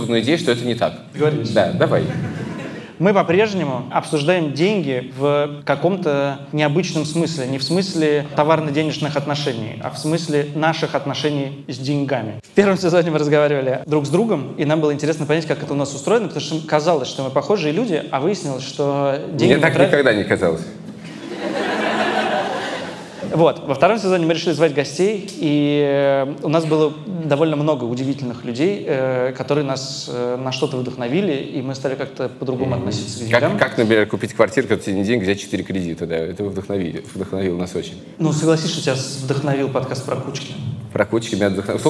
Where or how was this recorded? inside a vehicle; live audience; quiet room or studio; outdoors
live audience